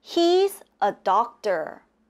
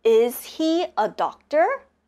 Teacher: the intonation is going down. Is he a doctor? In the question, again, the intonation goes up.